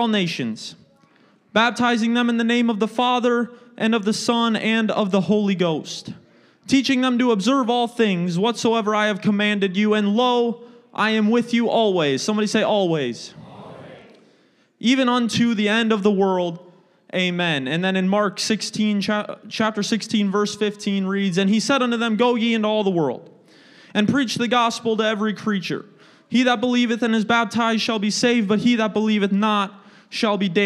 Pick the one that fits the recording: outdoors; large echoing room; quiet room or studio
large echoing room